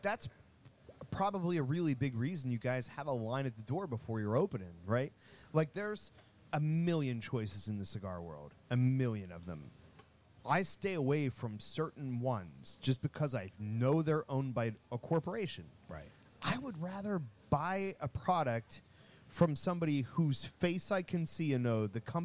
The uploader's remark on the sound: Broadcasting LIVE from Liberty Pole Distillery